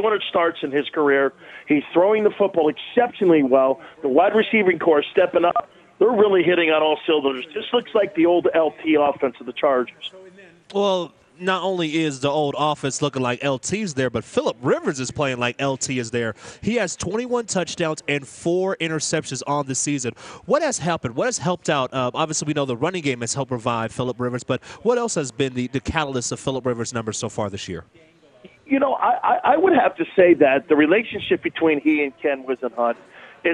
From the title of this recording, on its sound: Live From Bad Daddy's